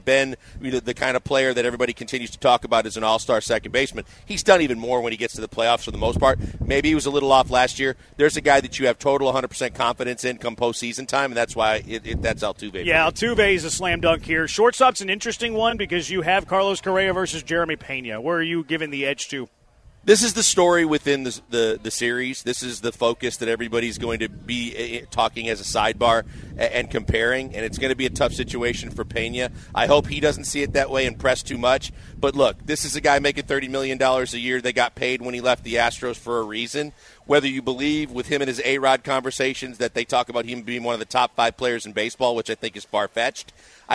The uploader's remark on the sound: Live from East River 9